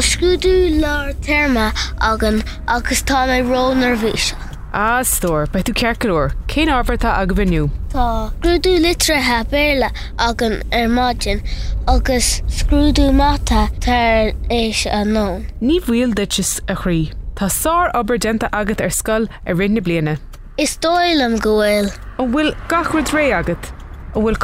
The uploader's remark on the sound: a short conversation of a parent and child that takes place in the car on the way to school